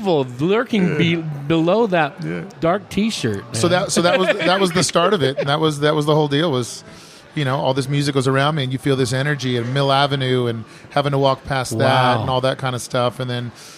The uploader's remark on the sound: Recorded at Granite Mountain Brewing in Prescott, AZ. Recorded at Granite Mountain Brewing in Prescott, AZ.